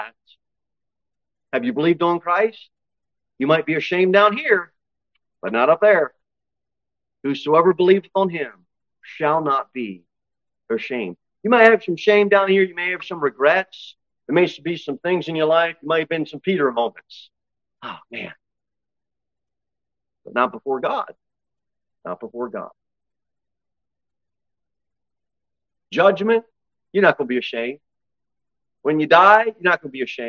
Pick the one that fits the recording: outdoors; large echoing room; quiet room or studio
large echoing room